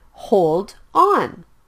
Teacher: hold ends with the consonant sound D and on starts with the vowel sound O. So the sound is blended. Hold on. Please don't say it like hold on. · Term: consonant and vowel blends